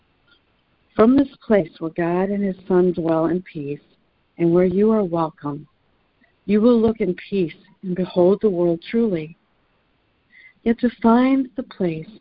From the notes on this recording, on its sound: ACIM Daily Conference Call